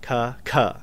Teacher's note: That's in the alphabet itself, going from a ka, which is unvoiced, unaspirated, to ka, where some air comes out, aspirated